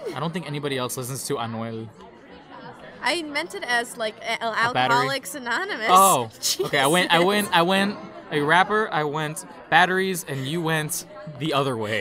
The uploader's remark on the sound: Apologies in advance for the café background noise; recording locations have been scarce.